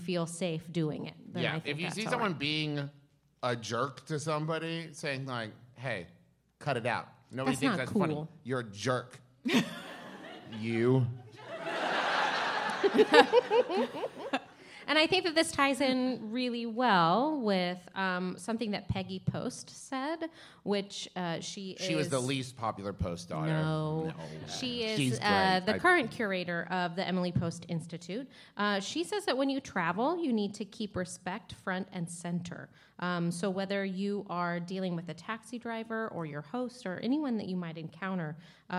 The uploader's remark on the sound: Recorded LIVE at Sketchfest 2018!